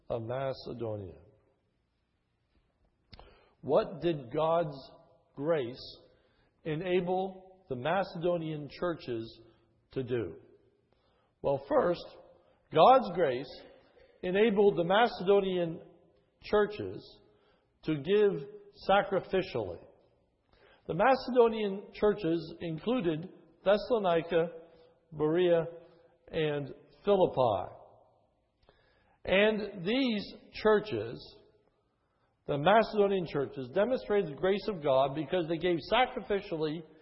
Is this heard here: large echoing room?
yes